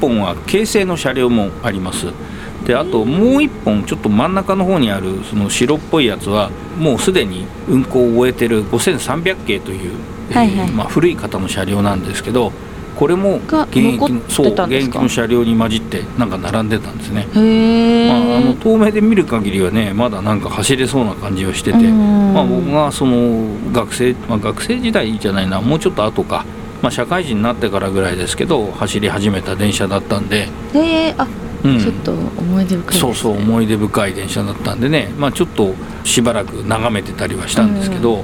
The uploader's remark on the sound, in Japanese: 大田区・川崎。その後はいよいよかつて住んでいた街・西馬込へ・・・。新旧の車両工場をブラブラ歩きながら。